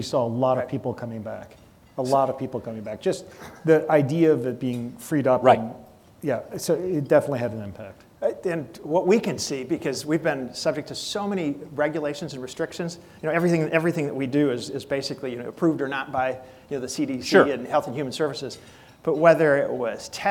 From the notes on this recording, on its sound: This conversation was recorded in front of a live audience